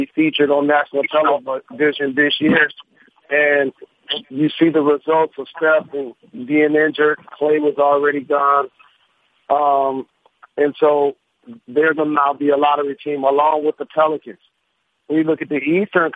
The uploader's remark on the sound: NBA On Christmas Conference Call